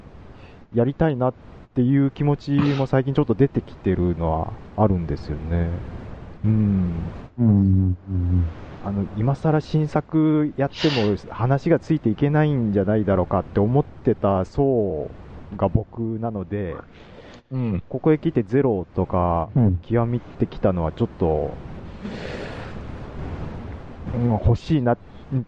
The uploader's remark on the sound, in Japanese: Skypeの不調や録音機材の不調で今回の音質は良くありません。